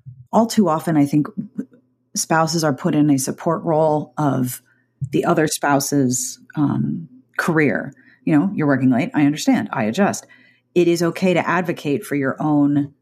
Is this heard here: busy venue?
no